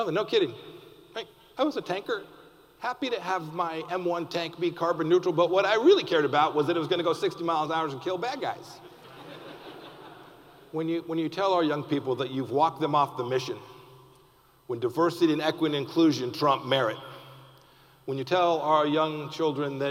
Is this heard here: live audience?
yes